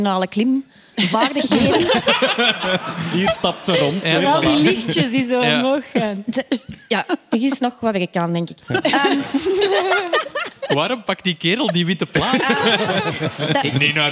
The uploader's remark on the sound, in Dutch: Deze maand live vanuit de Arenbergschouwburg in Antwerpen!